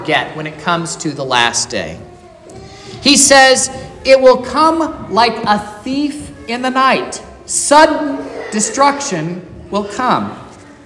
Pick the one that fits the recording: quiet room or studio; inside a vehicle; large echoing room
large echoing room